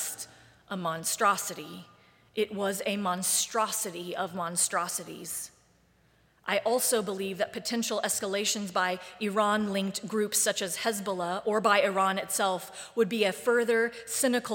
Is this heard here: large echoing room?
yes